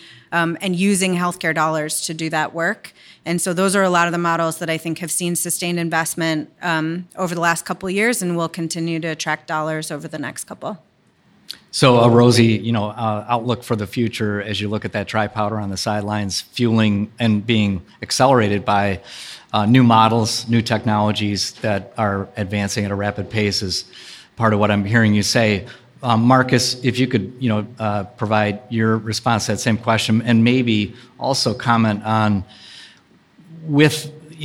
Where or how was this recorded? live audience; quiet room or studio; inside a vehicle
live audience